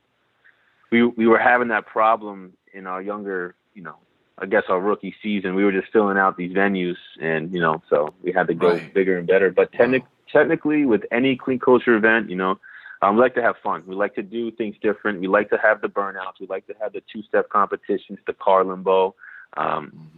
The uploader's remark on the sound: on the phone for a conversation